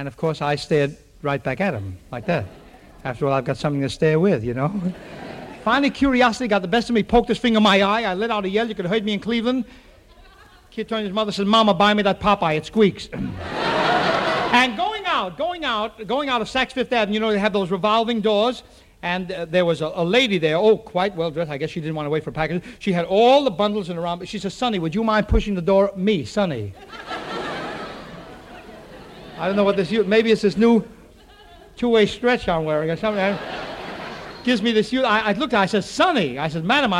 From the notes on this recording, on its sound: takes questions from the audience